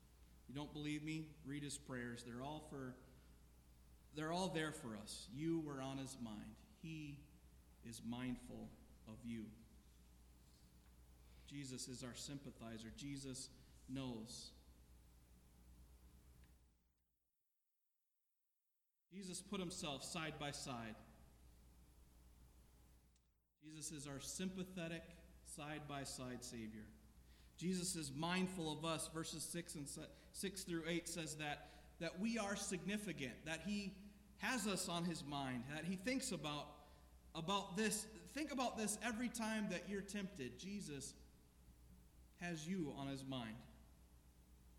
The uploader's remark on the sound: This sermon was preached at The Salvation Army Omaha Citadel Corps, 3738 Cuming Street.